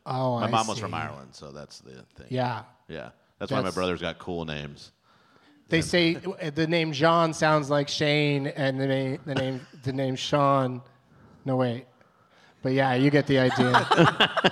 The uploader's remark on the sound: Live from the Come and Take It Fest in Houston